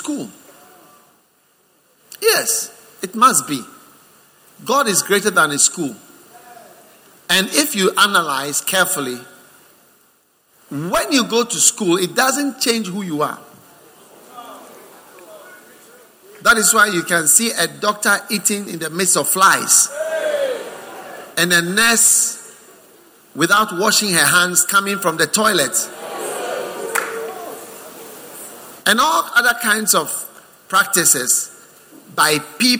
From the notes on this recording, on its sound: Preached at the First Love Center, Accra.